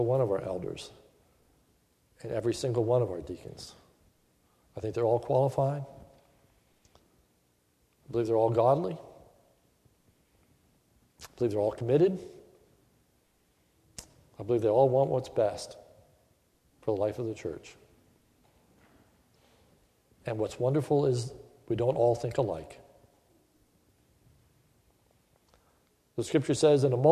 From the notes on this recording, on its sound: Sermon recorded at the Lebanon Bible Fellowship Church on 9/20/2015 during the morning service.